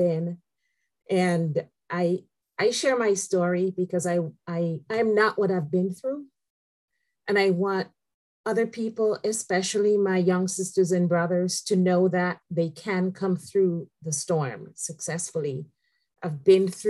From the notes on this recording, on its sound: The audio version of Shelterforce's webinar.